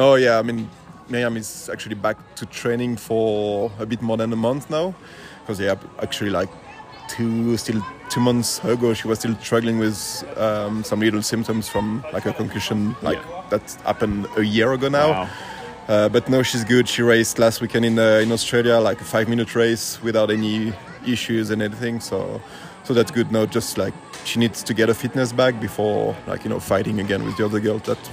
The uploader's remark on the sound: NZ National Champs post race interviews